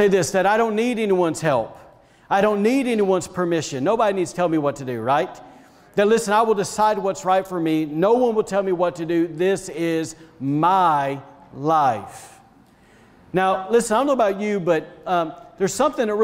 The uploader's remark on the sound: was recorded on Sunday, March 21st, 2021, during service at The Anchor Church in Rockport, Maine